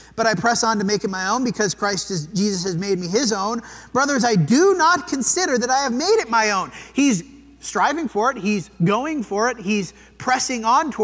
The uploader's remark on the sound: This sermon was preached at the Dewey Church of Christ on March 26, 2023.